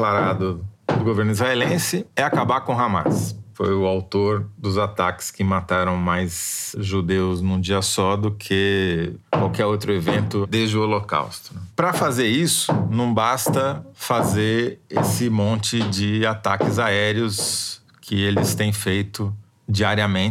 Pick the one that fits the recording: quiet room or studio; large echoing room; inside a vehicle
quiet room or studio